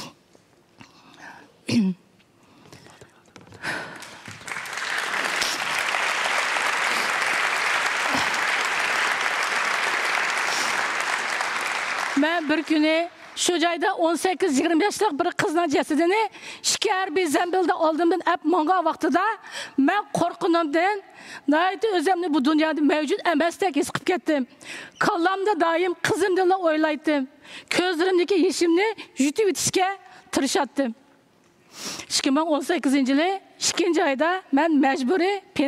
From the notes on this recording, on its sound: This episode is recorded in Uyghur. Recorded at the 2023 Oslo Freedom Forum.